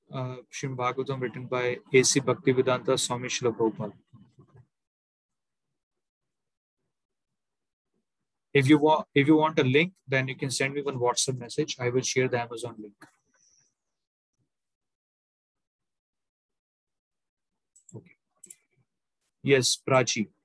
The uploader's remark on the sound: Zoom recorded class